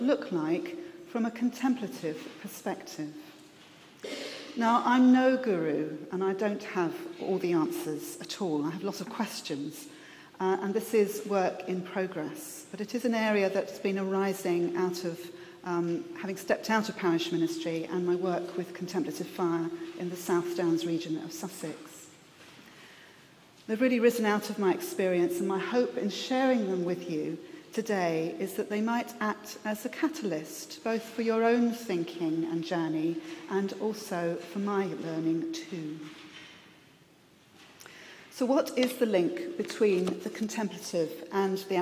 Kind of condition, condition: setting, live audience